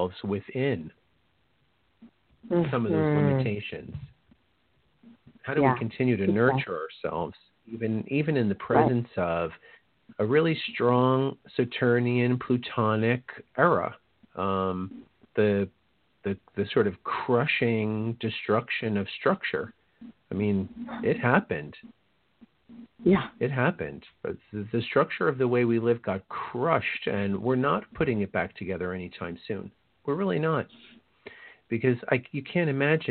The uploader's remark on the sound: This is a call in show